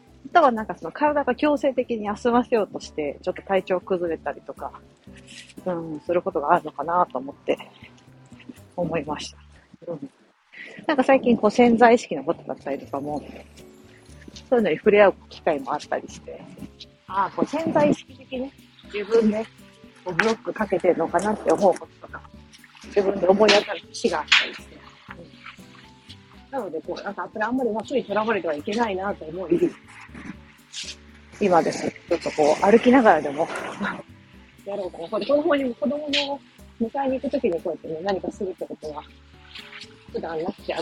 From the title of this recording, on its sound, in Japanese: 歩きながら雑談